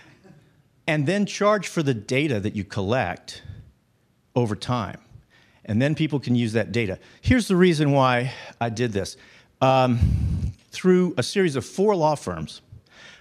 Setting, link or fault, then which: setting, live audience